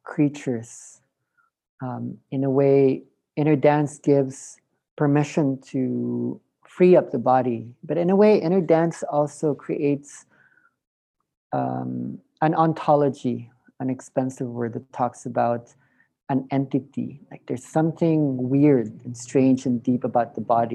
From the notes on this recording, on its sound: A third zoom call